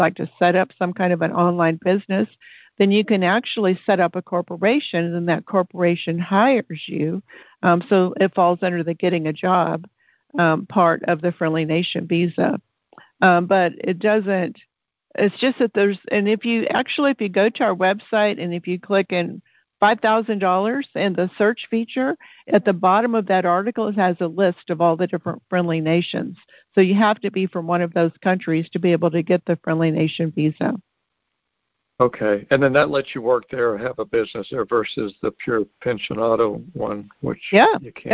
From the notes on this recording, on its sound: Listen to the replay of the June 17, 2022 Q&A call.